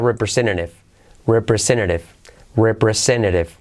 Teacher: Yo dicho rápido diría representative, representative, representative, ¿vale? La primera T la comemos, represente, y luego la segunda T como R suave